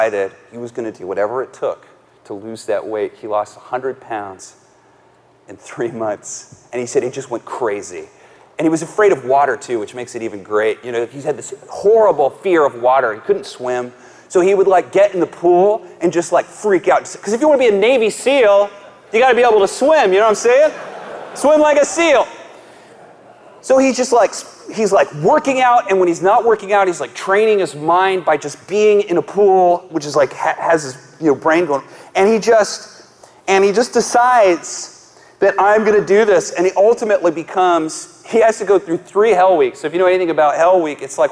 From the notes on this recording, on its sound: live message from the Kingdom Men's Gathering